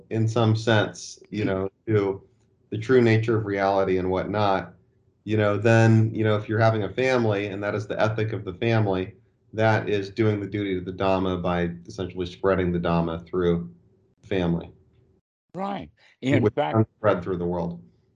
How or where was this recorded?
video call